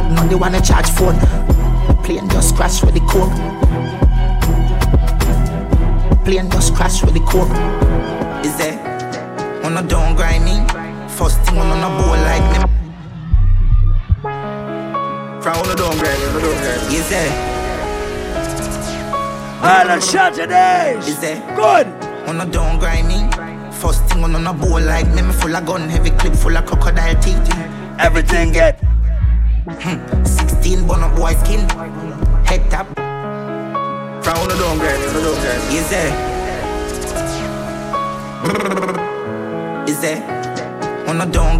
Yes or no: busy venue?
yes